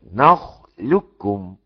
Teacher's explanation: ضم كامل قاف في كاف، فاصبحت كافا مشدده